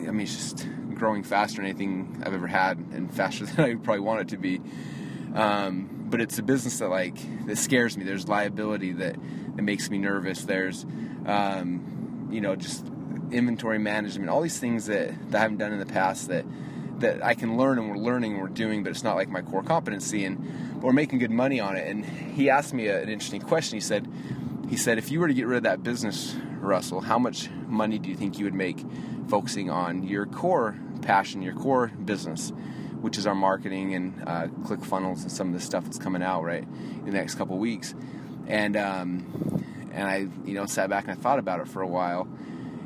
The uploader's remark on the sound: I’m actually driving right now in a brand new Lexus. I took mine in for an oil change, and it turns out something was jacking it, and so they wouldn’t give me a loaner car.